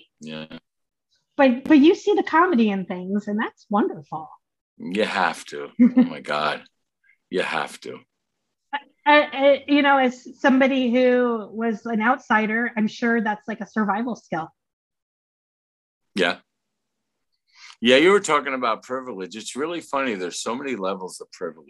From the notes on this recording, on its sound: I am so sorry for the audio glitches on this episode!